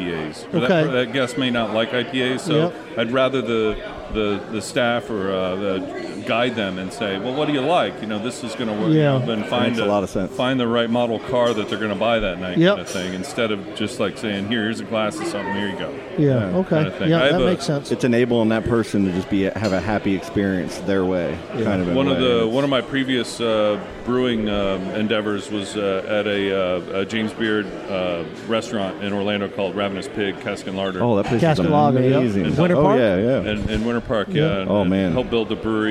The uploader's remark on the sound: Podcasting at Playalinda Brewery